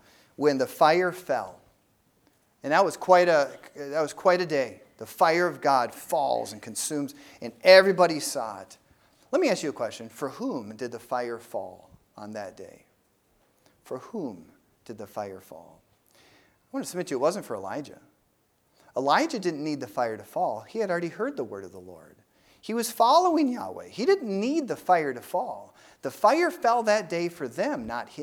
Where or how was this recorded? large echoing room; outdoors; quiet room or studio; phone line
large echoing room